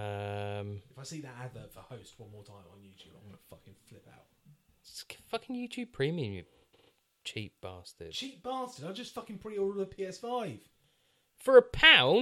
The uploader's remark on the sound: Apologies for the poor audio quality on this one but we didn't want to just throw it away.